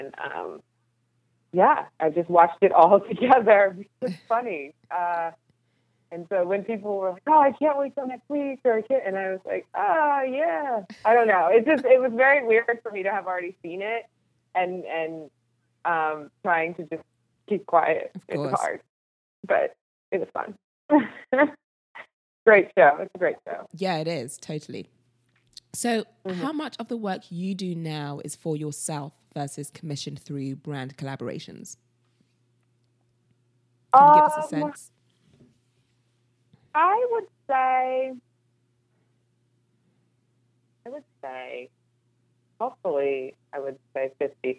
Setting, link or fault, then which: link, phone line